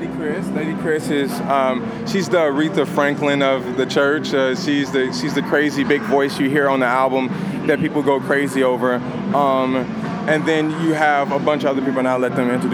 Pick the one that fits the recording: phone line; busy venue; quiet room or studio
busy venue